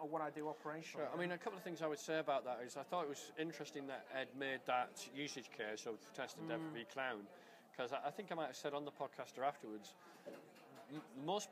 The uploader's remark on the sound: recorded at the Melbourne VMUG